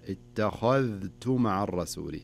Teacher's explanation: وانتبه للذال لا تضغم مع التاء، يعني ما يجيك بعض الناس يقرأها اتخذت وحفظها، اي لابد انك تظهر الذال اتخذت مع الرسول.